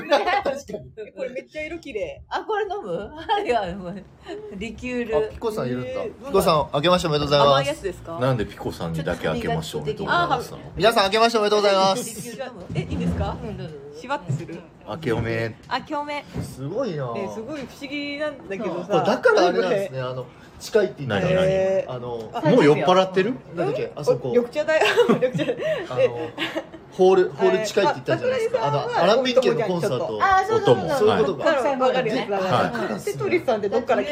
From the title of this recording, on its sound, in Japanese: まんぷく食堂からゲリラライブ